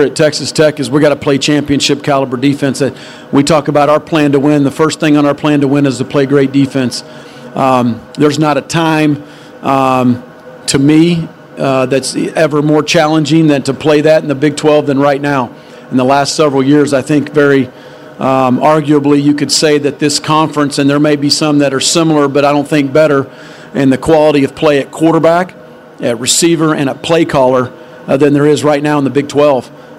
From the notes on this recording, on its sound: takes questions during Big 12 Media Days on Monday at AT&T Stadium in Arlington